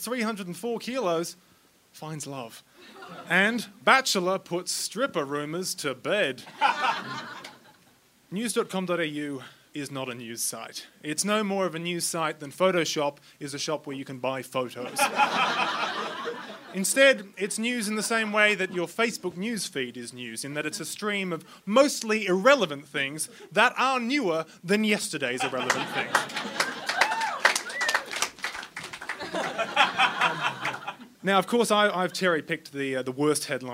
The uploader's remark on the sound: A Rational Fear At Sydney Fringe. Live from the Sydney Fringe Festival.